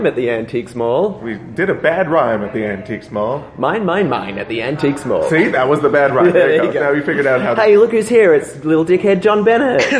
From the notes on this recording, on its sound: Live From Regina Fringe. Coming to you live (at the time) from The Regina Fringe.